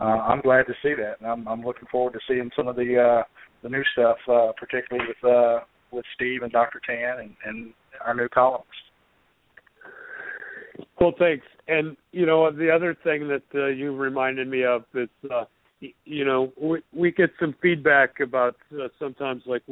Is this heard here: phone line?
yes